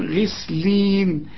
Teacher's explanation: الغين اي نعم مفخمه من الحروف المفخمه، لكن هي هنا مكسوره فنطقها غي، يعني السامع يظن انها مرققه، لكن هي من الحروف المفخمه، لكن في اخر درجات التفخيم.